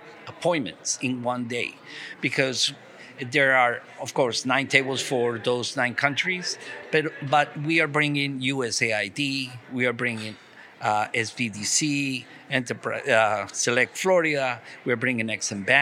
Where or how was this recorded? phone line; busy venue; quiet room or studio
busy venue